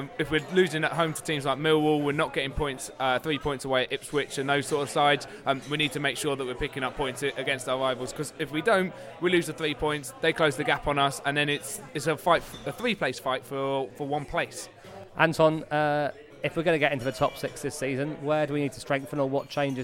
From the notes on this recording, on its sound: Relocated to the pub for the latest East Midlands derby in our first pod recorded directly before and after a Rams game.